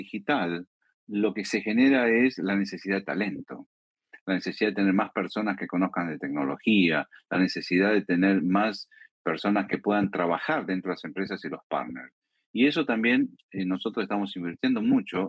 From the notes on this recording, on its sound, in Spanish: Realizamos un evento online en vivo para acercar esta novedad al mercado.